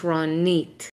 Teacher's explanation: They would put the emphasis on the ro. But in Israel, the emphasis is on the nit.